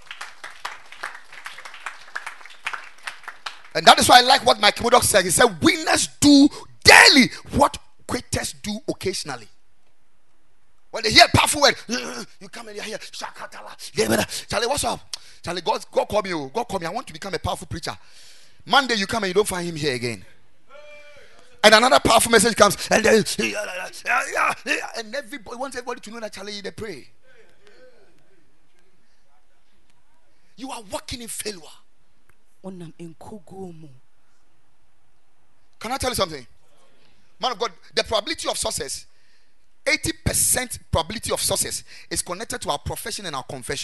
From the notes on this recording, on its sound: Preached at the Ekklesia Campus